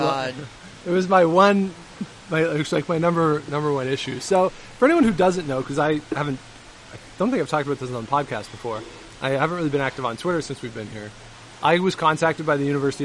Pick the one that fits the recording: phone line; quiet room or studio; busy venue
busy venue